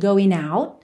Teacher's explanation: de going para out, ela juntou no N · Term: ligações